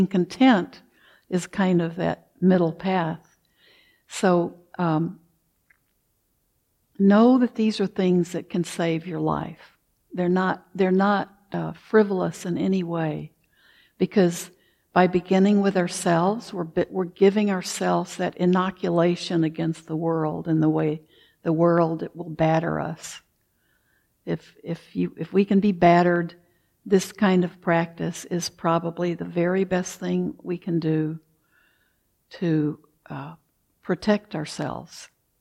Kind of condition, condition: setting, large echoing room